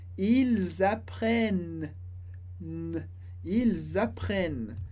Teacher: A gente não pronuncia o NT do final, mas o N que vem antes, sim.